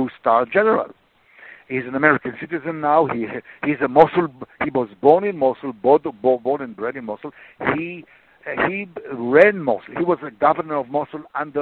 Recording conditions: phone line